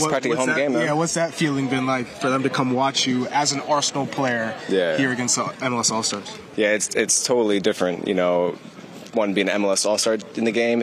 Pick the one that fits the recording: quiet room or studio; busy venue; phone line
busy venue